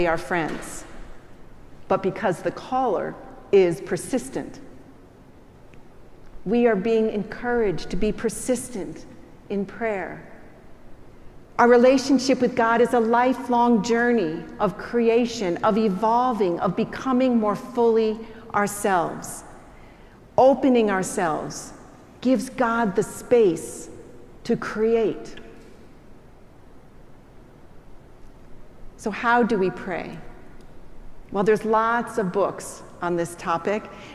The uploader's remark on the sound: Preached at our celebration of the Holy Eucharist on the Seventh Sunday after Pentecost.